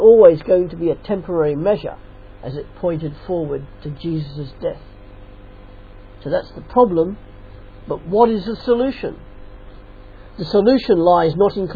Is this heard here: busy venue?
no